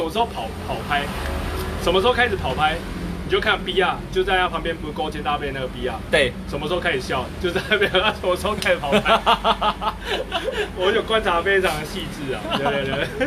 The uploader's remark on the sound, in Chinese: 錄音機沒收到聲音…錄音地點：牽咖啡。